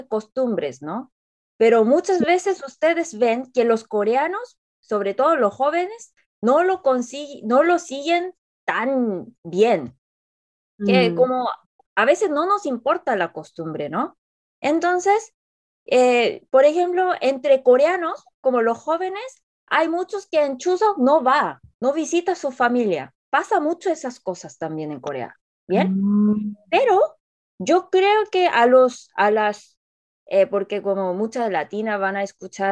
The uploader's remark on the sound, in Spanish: Lamentamos el audio pero tuvimos que grabar con Zoom en vez de lo que usualmente usamos!